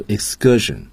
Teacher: k 要转成 g，轻辅音浊化